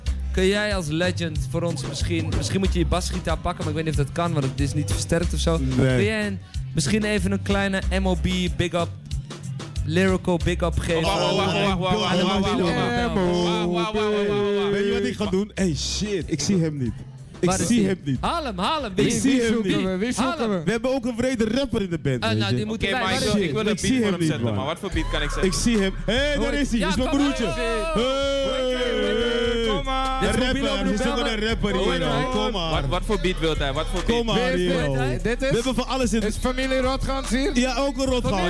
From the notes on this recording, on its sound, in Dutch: Welkom bij MOB (Mobiele Omroep Bijlmer) Mobile Vulgus Edition vanaf Groove on the Roof. 7 uur live FM radio in het kader van het … Tributeconcert 2017.